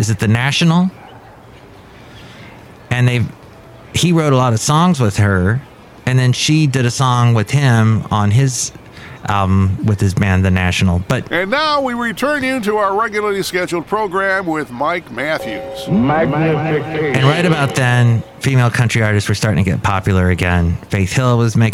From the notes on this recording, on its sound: Podcasts live from Café Anyway.